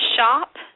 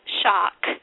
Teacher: he also puts a K ending on words that don't end in K · Shown in: second take · He calls shop, shock, and bath, back.